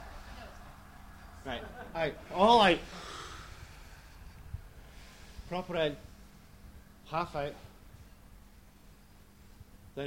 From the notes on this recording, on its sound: Recording from the London launch. Look Mum No Hands!